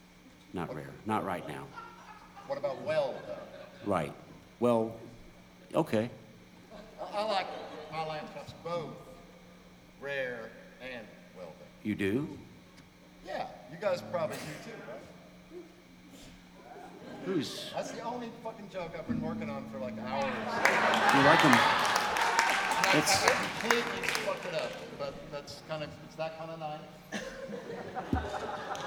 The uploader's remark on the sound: Live at Hopscotch 2016. Hopscotch Music Festival Fletcher Opera Theater Raleigh, NC USA. Soundboard + Schoeps MK4V (ROC, at SBD)>KC5>CMC6>Zoom F8>2x24bit/48kHz WAV.